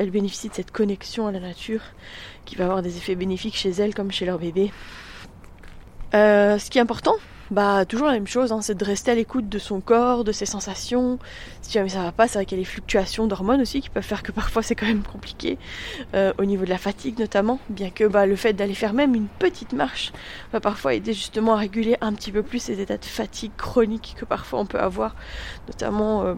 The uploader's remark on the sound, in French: Je vous emmène en balade matinale, défi créatif du jour, enregistrant cet épisode tout en déambulant dans le village. Il est 7 heures du matin, l'église vient de sonner.